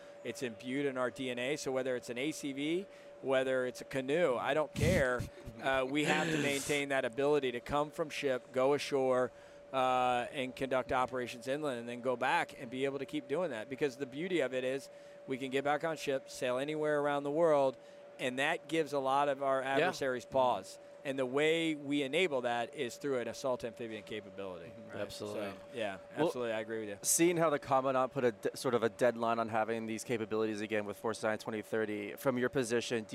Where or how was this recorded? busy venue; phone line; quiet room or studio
busy venue